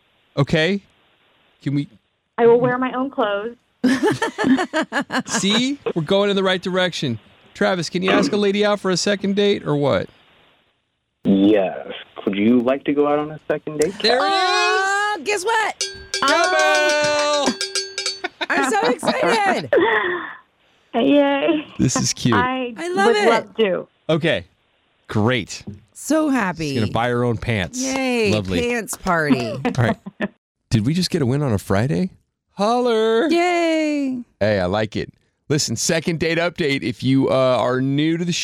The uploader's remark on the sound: Let's get this dude on the phone.